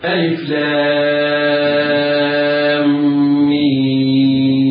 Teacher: هذه الحروف تمد مدا مشبعا بمقدار 6 حركات